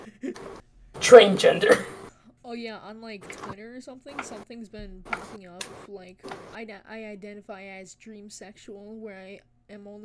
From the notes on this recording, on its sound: sorry my mic is quiet